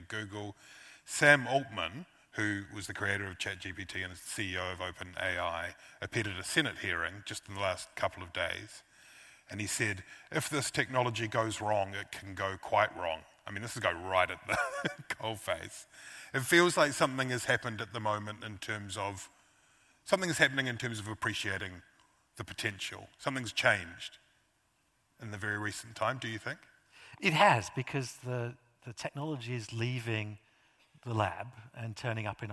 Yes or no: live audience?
yes